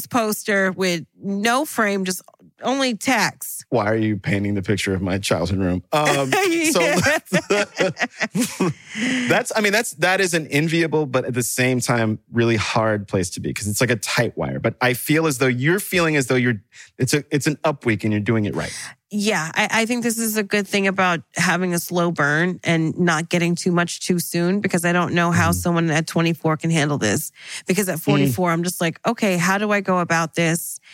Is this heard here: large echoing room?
no